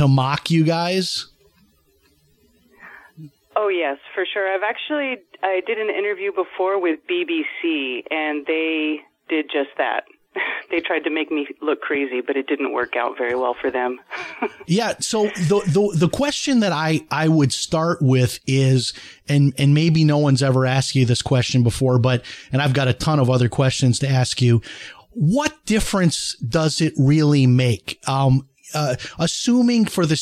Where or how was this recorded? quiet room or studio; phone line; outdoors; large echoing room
phone line